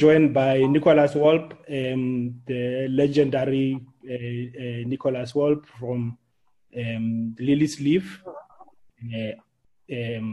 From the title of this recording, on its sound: Webinar discussion